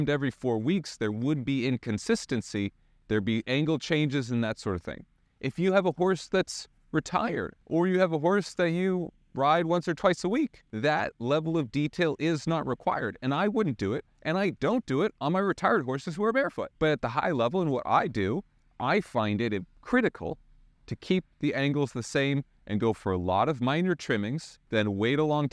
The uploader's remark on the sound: WALKING AND TALKING!